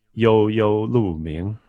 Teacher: he uses a different character, but the pronunciation is exactly the same. It's Yo first tone. So although when it's written down, you can see it's different.